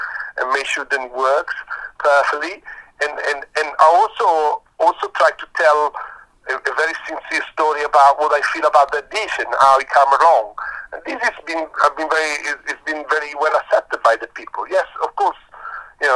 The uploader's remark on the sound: a phone interview